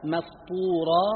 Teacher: ذكر السين وهو حرف صفير مهموس، فإذا أتى ساكنا وبعده حرف من حروف الإطباق في كلمة يلزم إنعام تلخيصه والتوصل إلى سكونه في رفق وتؤدة، وإلا صار صادا بالاختلاط.